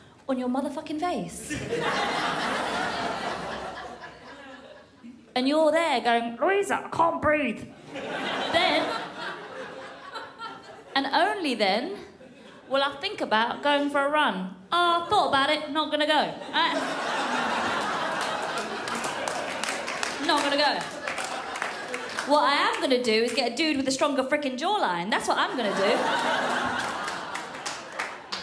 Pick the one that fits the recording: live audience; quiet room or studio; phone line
live audience